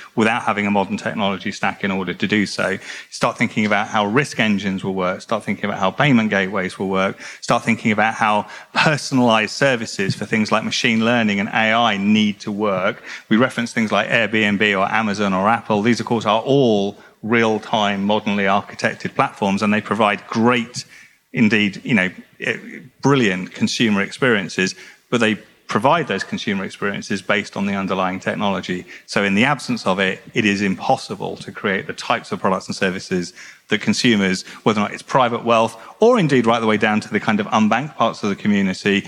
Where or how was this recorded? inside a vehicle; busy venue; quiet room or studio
busy venue